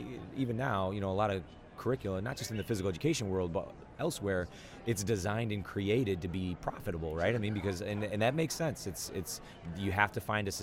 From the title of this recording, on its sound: Live from SHAPE Nashville Day 3